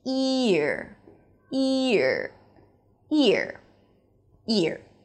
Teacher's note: So make sure you pronounce a clear, clean E sound at the beginning, ear. Also, it's a diphthong, so you hear it in the intonation. It's kind of like you're going down the steps in terms of pitch · IPA: ɪr